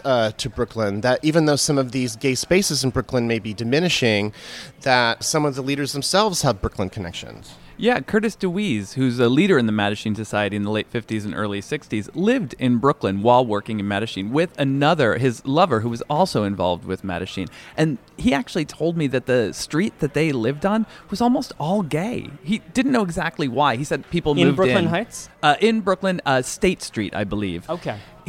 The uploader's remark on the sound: recorded at Julius' of course